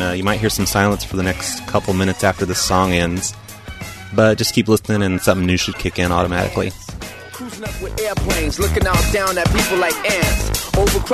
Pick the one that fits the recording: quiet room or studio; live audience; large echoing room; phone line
phone line